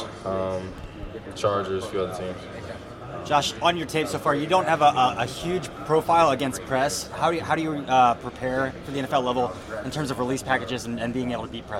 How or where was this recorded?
busy venue